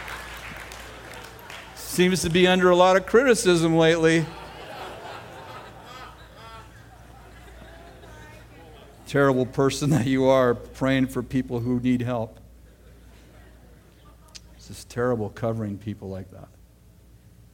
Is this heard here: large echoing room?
yes